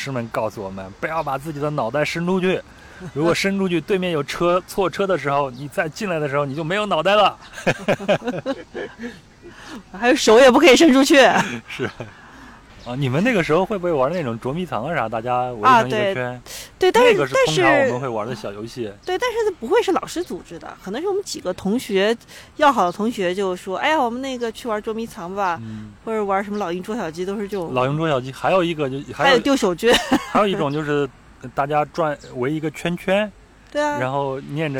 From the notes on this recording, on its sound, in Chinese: 录制地点在北京房山区大石河畔，您能听到树上的蝉鸣、马路上的车声和不远处游泳的小孩子们的喧闹。